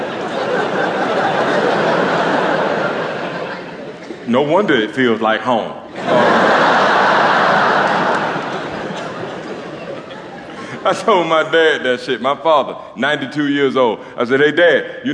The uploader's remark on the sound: Recorded live at two sell-out shows from Londons iconic HMV Hammersmith Apollo.